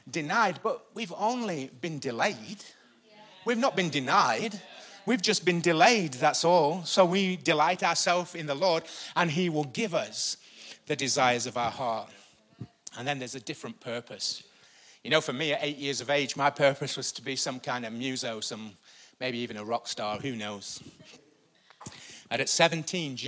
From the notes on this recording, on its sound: Recorded live at the Chesterfield Campus this is the message from the morning service on the 1st September 19